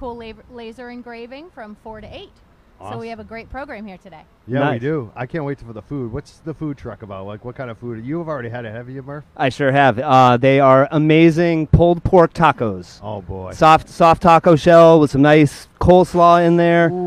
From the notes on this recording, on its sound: live from the Verilife medical and recreational cannabis dispensary in Wareham, Massachusetts